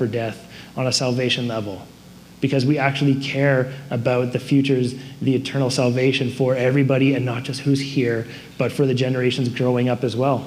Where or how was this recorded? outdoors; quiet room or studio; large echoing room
large echoing room